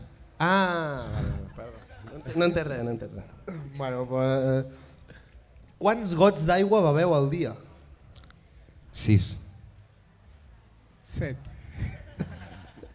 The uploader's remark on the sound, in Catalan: Avui us portem segurament el capítol més especial de tota la temporada, en directe a la Festa Major de l'Eixample de Sabadell.